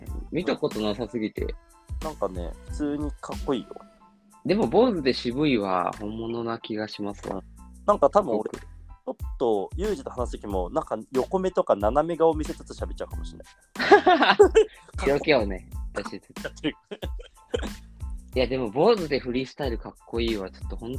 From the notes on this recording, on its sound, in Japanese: リモート収録2022.04.20